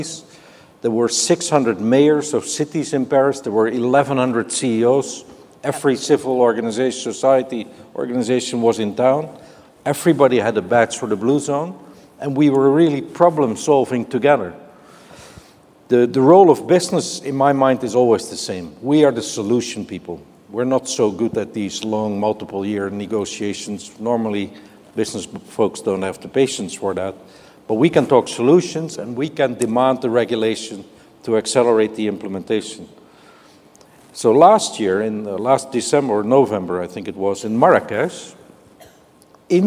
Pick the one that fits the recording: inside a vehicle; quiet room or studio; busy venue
busy venue